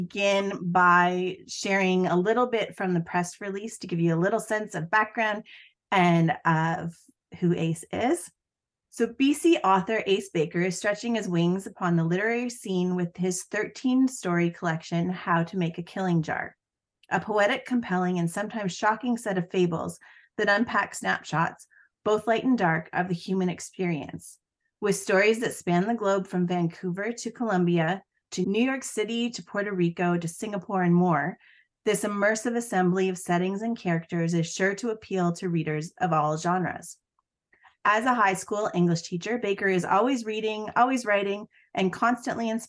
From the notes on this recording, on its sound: A live Zoom